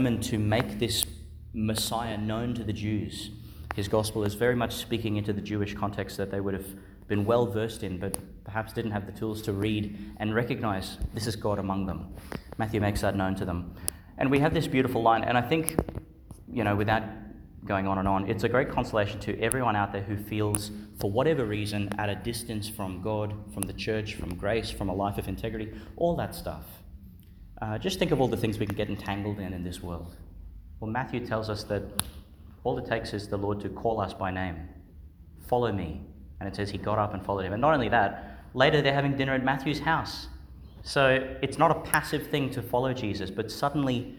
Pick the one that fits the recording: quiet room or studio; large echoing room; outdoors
large echoing room